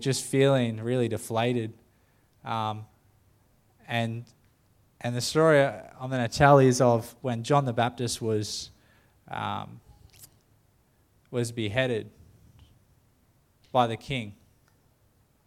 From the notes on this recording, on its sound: The live stream of Destiny Church Atherton.